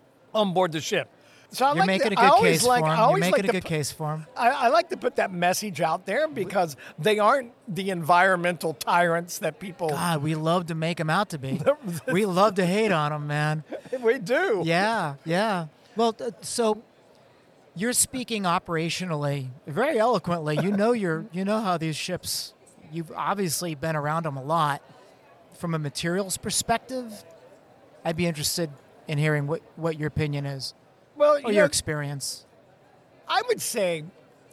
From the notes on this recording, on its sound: Sustainability at Sea: LIVE from the Cruise Ship Interiors Expo. Had the unique opportunity to podcast LIVE from the event!